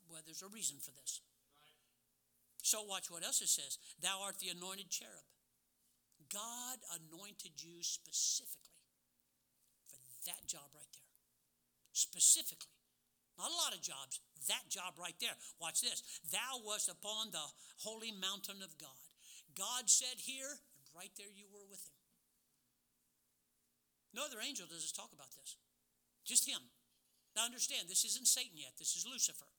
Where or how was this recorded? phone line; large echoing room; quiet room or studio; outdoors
large echoing room